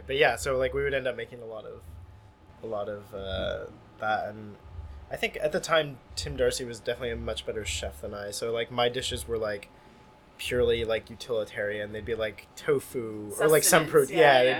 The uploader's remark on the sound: Recorded May 4th at the Sinclair in Cambridge, MA.